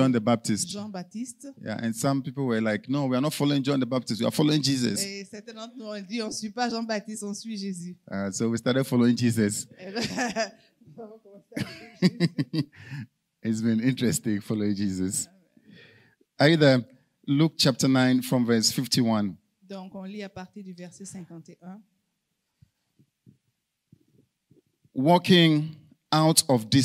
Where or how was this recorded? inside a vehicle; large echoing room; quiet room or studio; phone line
large echoing room